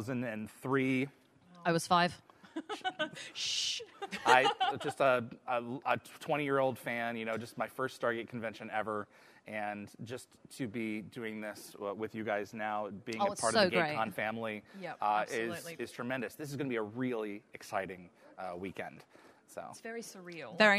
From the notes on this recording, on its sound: Dial the Gatecon. Please note, as this was a LIVE, on-site event, this episode is not optimized for an audio podcast. LIVE on the Gatecon convention floor!